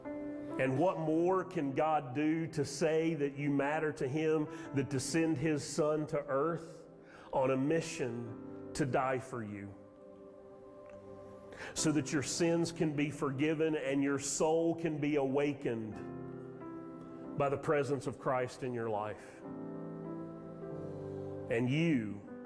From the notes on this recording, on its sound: Sermon audio from Mission Church in Locust, NC.